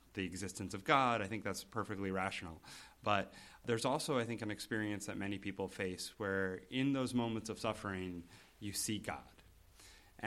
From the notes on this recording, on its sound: Special thanks to the College Theology Society for enabling this episode to be recorded at the 2017 annual convention.